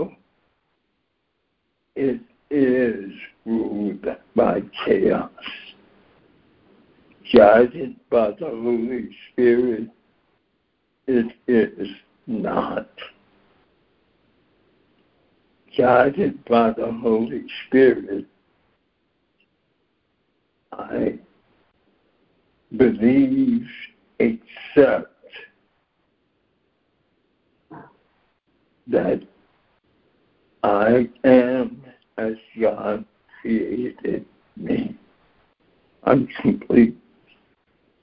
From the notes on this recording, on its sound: ACIM Daily Conference Call